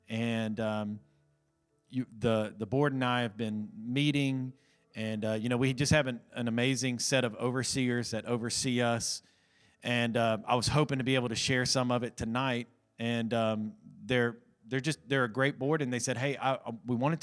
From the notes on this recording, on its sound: Recorded from our weekly Sunday evening service. Restoration Church.